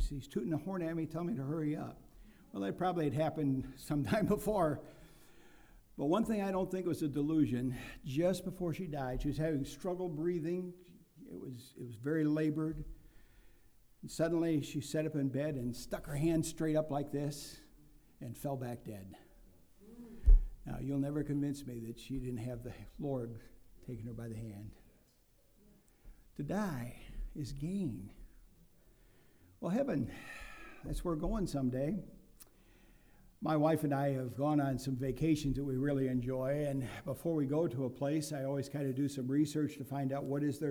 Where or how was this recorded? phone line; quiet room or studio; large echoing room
large echoing room